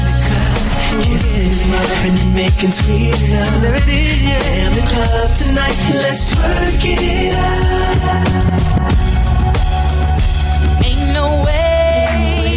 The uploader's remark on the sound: LIVE SET: AFRO FUSION THURSDAYS AT LE NOCTURNE.